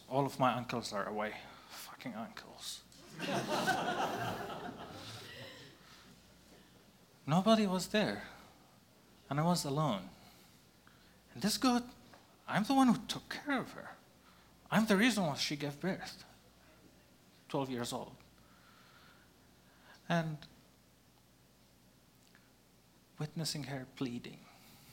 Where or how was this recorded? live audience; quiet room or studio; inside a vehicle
live audience